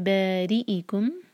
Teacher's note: را کو باریک رکھیں گے، کسرہ یہاں پر